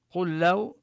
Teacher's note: قل لو كان البحر مدادا لكلمات ربي لنفد. قل لو، هنا تدغم اللام في اللام إدغام متماثلين، اللام الأولى ساكنة والثانية مفتوحة فتدخل الأولى في الثانية